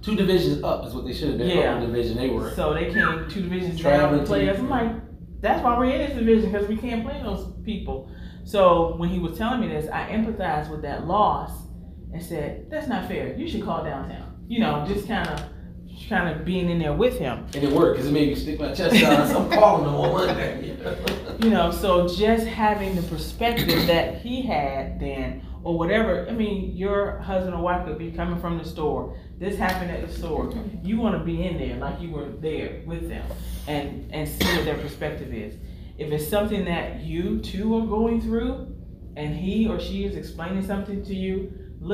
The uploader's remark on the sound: LIVE from REACHgathering 2021